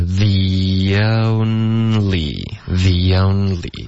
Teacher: 可是 the 跟 own 之间呢，有一个很轻的一个 y 的音 · Term: 添加连读